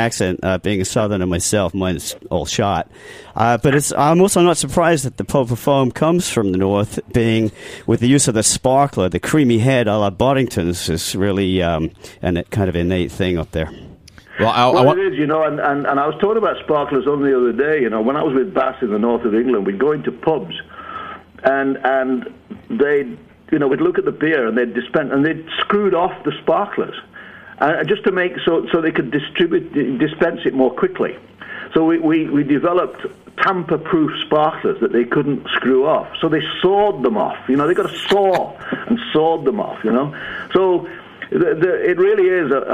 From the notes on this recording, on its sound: Is joined in the studio. Joins us over the phone.